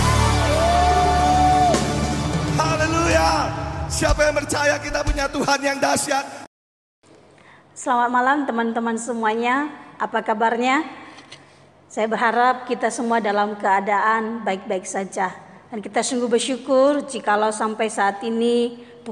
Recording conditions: live audience